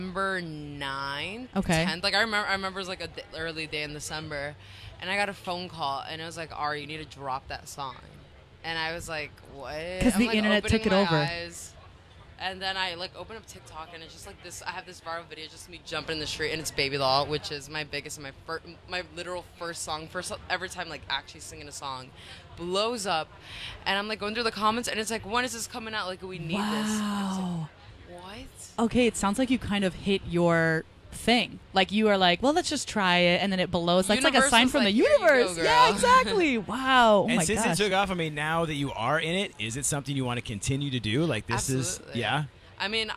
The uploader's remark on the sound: The Mix is live backstage at Lollapalooza 2023!